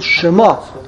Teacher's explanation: The right, emphasis Shema. On the last syllable, Shema. Her name.